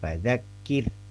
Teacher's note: ro sukun ini tentunya dipengaruhi oleh huruf sebelumnya yang kasroh tadi. Maka ro sukunnya jadi tipis. Fadzakir. Dan, ya.